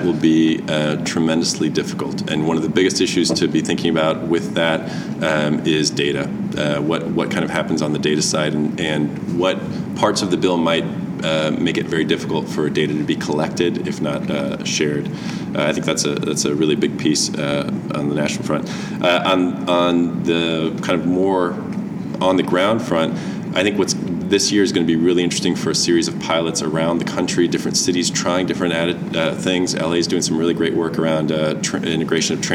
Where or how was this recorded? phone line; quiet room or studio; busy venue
busy venue